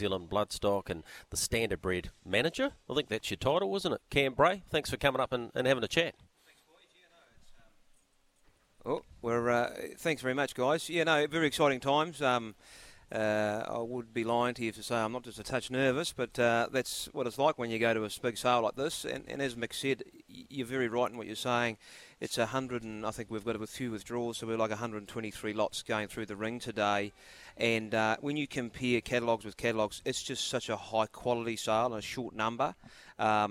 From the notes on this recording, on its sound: a 2-hour special live from Karaka